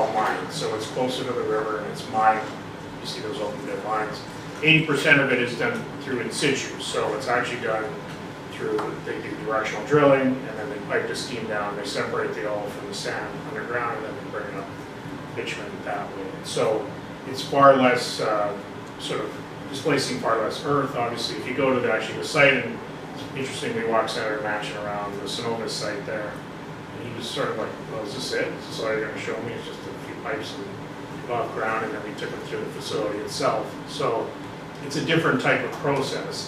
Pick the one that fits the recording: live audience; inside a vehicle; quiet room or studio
live audience